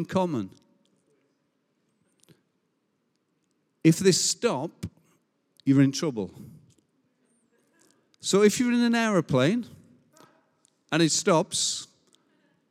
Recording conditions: large echoing room